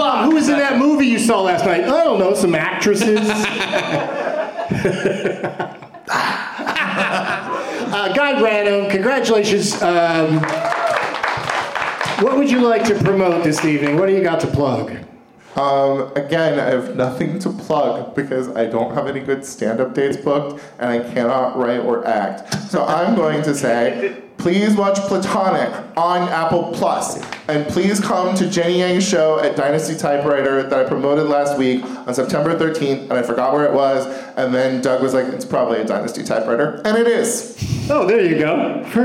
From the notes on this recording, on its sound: Live from The Improv in Brea